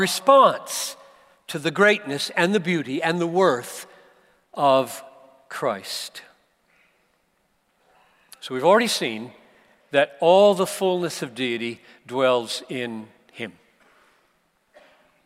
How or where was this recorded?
live audience